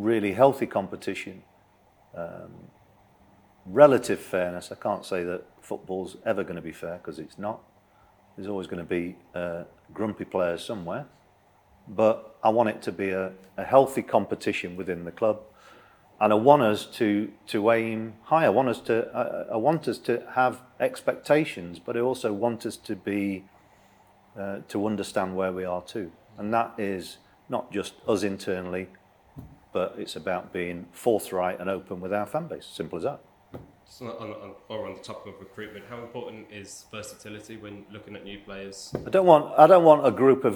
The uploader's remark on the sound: Full audio from this weekend's pre-match press conference